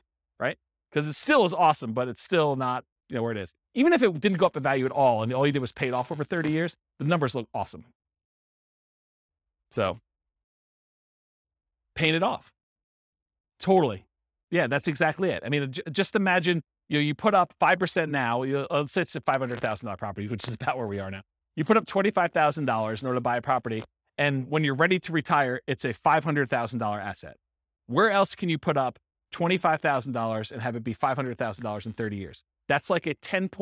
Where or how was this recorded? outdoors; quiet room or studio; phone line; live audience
live audience